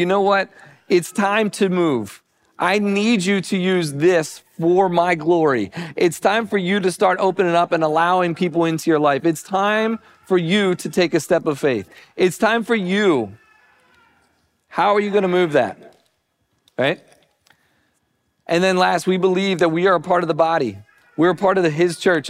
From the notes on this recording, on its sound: Recording of Sunday gathering on Dec 17th, 2023.